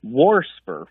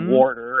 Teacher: Well, I've not heard wast, but I'll tell you what kind of deviates a little bit more that I've heard is warsper with an extra R thrown in there, kind of like, you know, I hear a lot of old folks say warsh and things like warder, and so I hear that extra R get added occasionally. · Term: R insertion